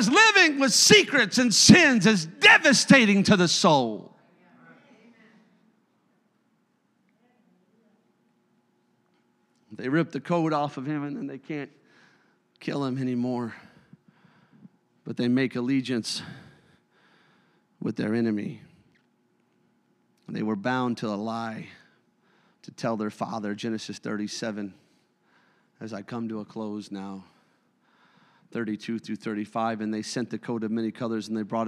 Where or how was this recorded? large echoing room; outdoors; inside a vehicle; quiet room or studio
large echoing room